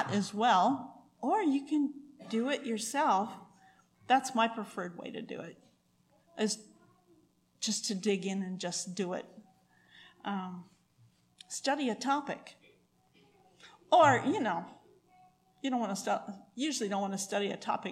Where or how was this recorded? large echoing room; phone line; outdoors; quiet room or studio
large echoing room